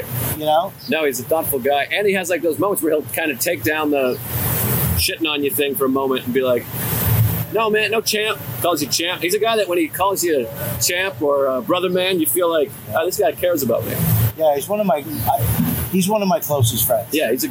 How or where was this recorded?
busy venue